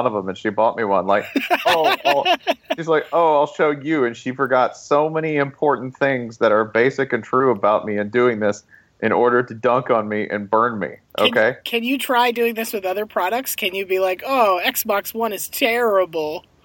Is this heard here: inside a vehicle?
yes